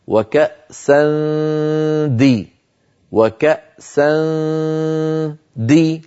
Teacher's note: التنوين الآن، وكأسا دهاقا أيضا أهيئ فمي على قرب مخرج الدال، فإذا انتهى صوت الغنة أقرع بطرف لساني مخرج الدال هكذا، وكأسا دي وكأسا دي، لما أقول دي عندئذ أقرع مخرج · Term: إخفاء النون